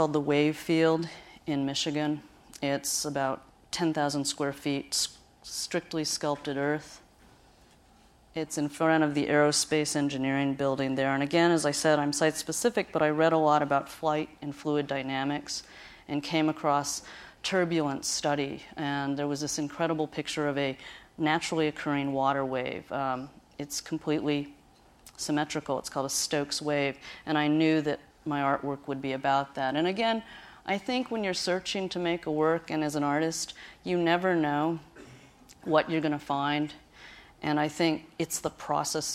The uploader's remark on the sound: recorded at the Academy of Achievement's 2000 gathering in Scottsdale, Arizona